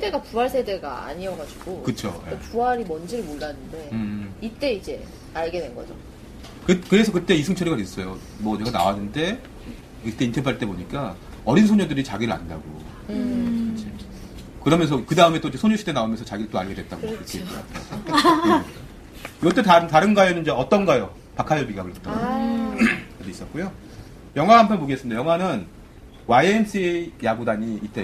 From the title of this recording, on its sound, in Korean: 공개방송